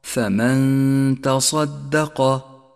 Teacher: فمن تصدق، جاءت النون الساكنة وجاء بعدها حرف التاء وهو حرف من حروف الإخفاء، والواجب هنا أن نخفي النون الساكنة بحرف التاء مع بقاء غنة للنون زمنها 2 حركات من غير تشديد للتاء